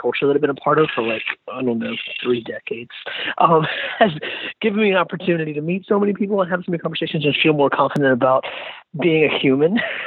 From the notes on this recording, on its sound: jumped on the phone with me